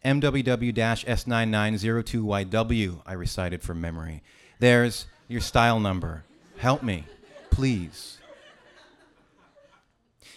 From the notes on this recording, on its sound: A previously recorded evening of storytelling and otherwise. At The Lido in Vancouver, BC.